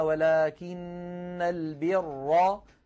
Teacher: لما أعدنا الآية ووصلنا وقلنا ولكن البر ففخمنا الراء لأنها صارت حينئذ مفتوحة، والراء المفتوحة كما مر معنا تكون مفخمة.